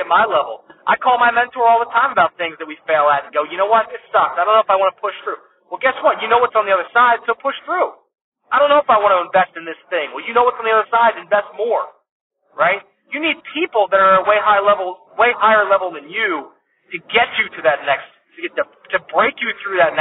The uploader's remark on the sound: as I was driving this week I had some thoughts so I hit “record” and started talking to you (that’s why the audio quality is not the best)